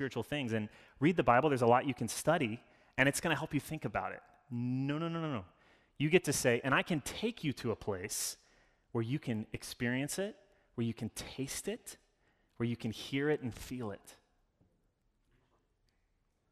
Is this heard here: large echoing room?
yes